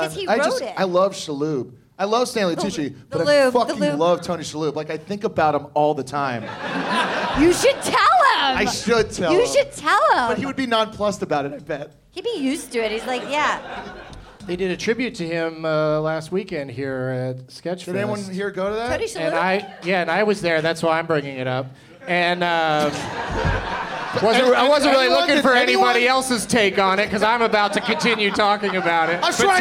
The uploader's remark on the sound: Live from the Gateway Theatre in San Francisco as part of SF Sketchfest